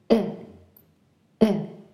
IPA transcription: ɪ